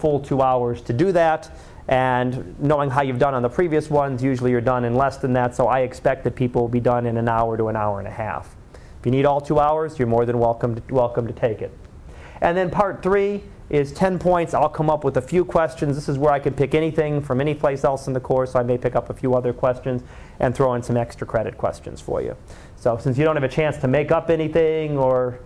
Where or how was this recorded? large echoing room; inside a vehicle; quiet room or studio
large echoing room